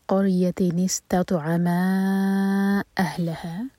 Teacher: ما مد منفصل چار حرکہ لمبا